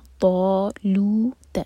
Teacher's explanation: طا اور لو دونوں دو دو حرکہ، تا ایک حرکہ